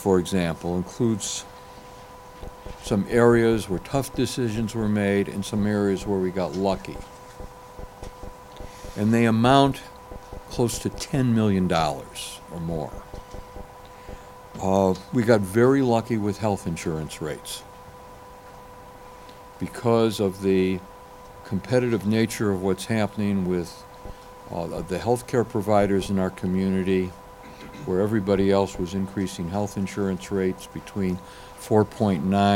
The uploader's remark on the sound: Press Conference